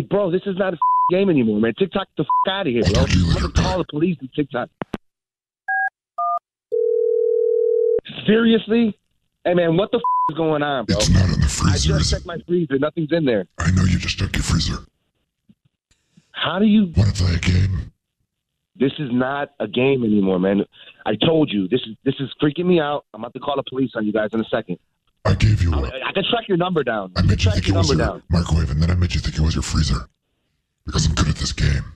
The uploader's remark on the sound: Phone Prank